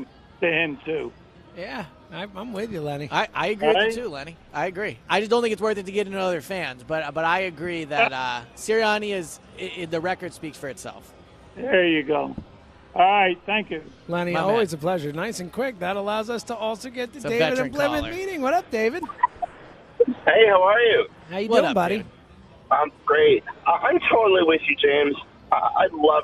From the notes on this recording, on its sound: live at Parx Casino